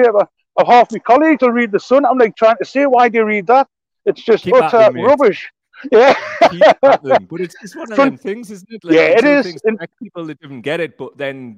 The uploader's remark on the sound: live from picket line at Blaydon Delivery Office, Tyne and Wear